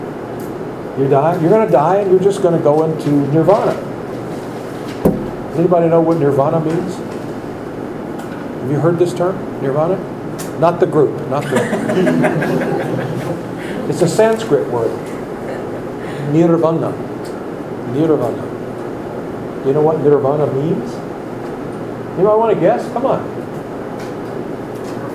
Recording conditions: large echoing room